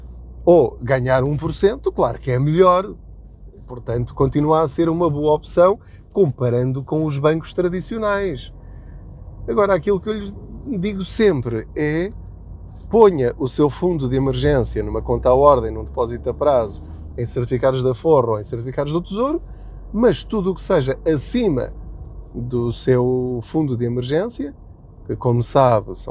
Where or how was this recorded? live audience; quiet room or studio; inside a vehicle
inside a vehicle